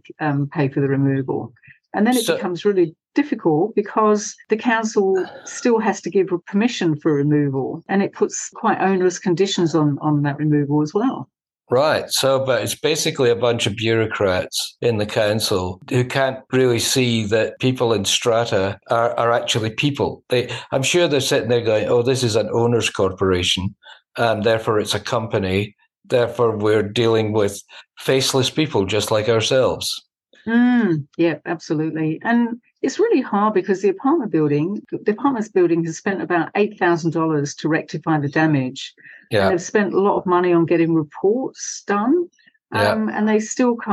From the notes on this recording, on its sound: There’s a different sound to the Flat Chat Wrap this week. It was recorded over Zoom. It’s been hastily edited on his laptop in between hikes, hotel moves and failing internet.